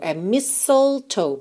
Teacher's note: Temos aqui mais uma palavra que a gente não vai pronunciar a letra T